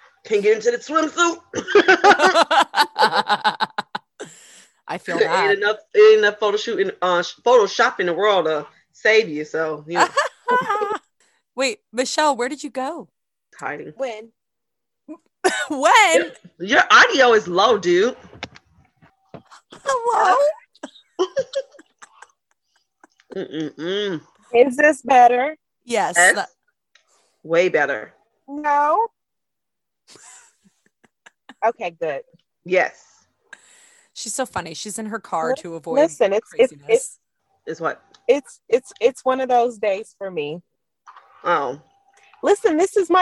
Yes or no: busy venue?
no